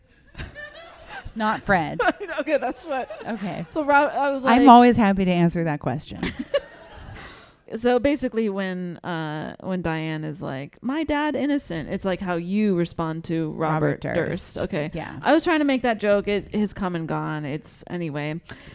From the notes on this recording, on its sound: Recorded live in Portland.